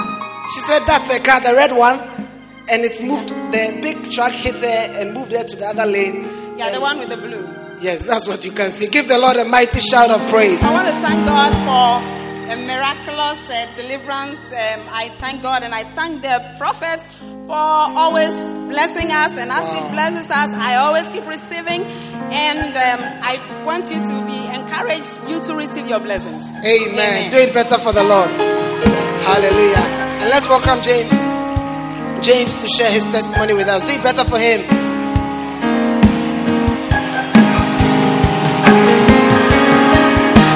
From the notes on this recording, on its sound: Preached at the Prophetic Encounter Service.